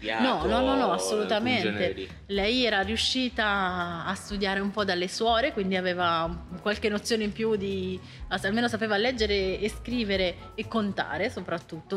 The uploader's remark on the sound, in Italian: Secondo episodio speciale di prefestival in diretta dal Foyer della Cittadella degli Artisti di Molfetta. TrameContemporanee è un Festival di drammaturgia contemporanea.